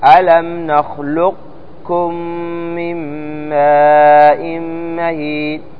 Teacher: وذهب الجماعة إلى إبقاء صفة القاف وهي الاستعلاء، فتقول ألم نخلقكم من ماء مهين، ألم نخلق. هنا يكون فقط وقفة على القاف بدون قلقلة · Term: الإدغام الناقص